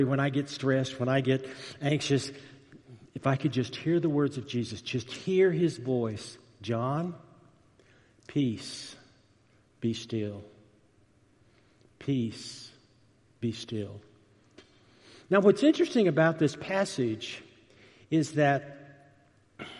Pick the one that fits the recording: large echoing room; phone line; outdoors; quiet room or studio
large echoing room